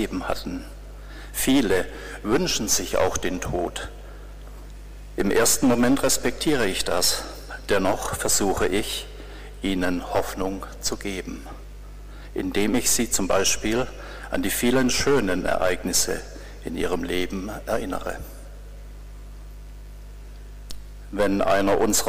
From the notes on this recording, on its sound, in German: Mitschnitt aus einem Gottesdienst für Altenpfleger|innen im August 2018 in der Lambertikirche.